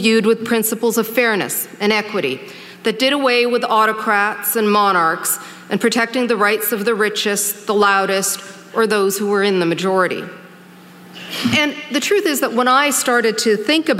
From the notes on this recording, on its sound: during ideacity's 20th anniversary conference